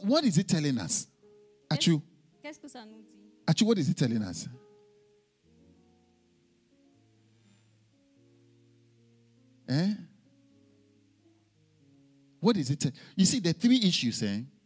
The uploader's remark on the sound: Preached during Joyful Hour at FCI Ministries, Rabat, Morocco.